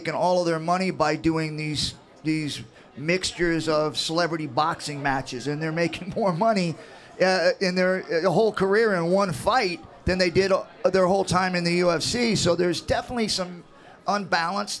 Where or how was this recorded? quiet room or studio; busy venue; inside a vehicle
busy venue